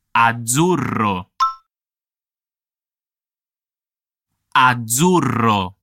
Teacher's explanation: nella parola azzurro abbiamo una Z sonora, quindi z, z, z.